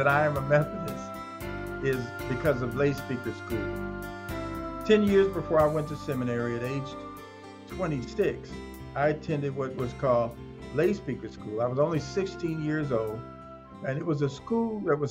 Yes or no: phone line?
no